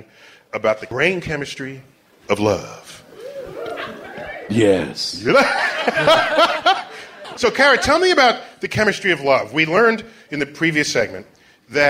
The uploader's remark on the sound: Live at the Bell House.